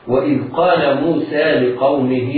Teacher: وإذ قال موسى، وإذ قال حروف مرققة، كلمة قال القاف والألف مفخمتان اللام مرققة